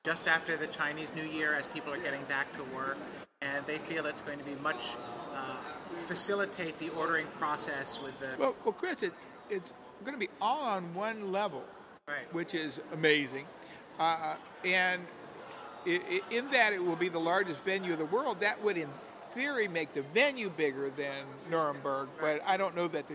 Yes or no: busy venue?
yes